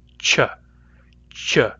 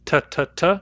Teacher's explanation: That's a little, just a little further back than a T. T, t, t, tip of the tongue. · Term: ch sound